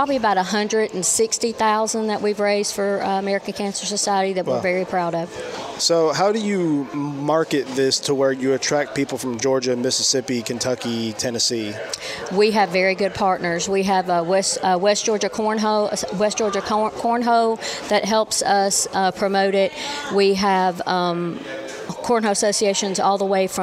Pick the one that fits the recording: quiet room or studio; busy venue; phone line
busy venue